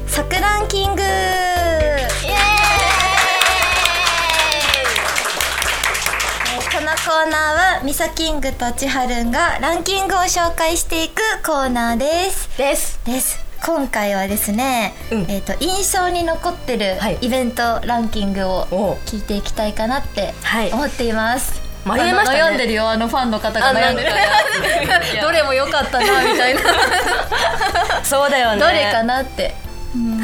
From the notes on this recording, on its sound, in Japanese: 久しぶりの公開収録です！